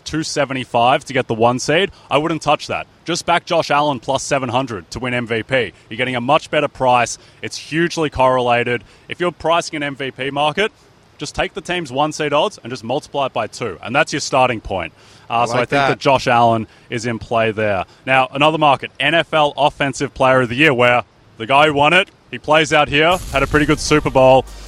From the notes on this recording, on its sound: Live from SoFi Stadium in Los Angeles